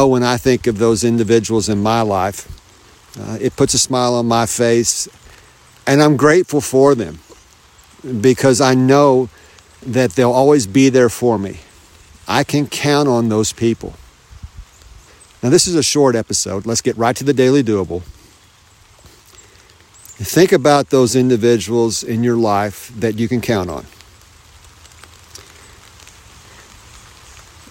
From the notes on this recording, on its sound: You might be able to tell that I’m outside. It’s a fall day.